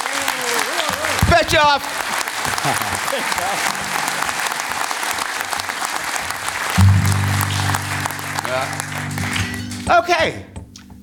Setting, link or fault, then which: setting, live audience